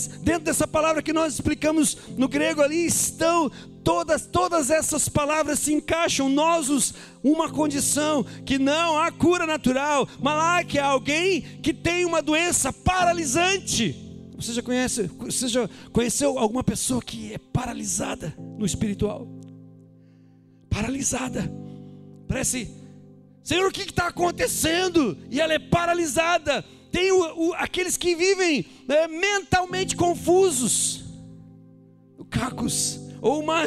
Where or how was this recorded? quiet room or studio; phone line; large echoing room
large echoing room